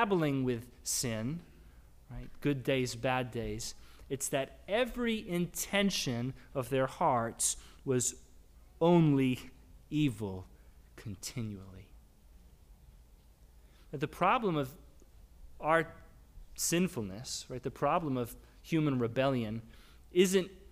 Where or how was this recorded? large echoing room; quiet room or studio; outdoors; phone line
large echoing room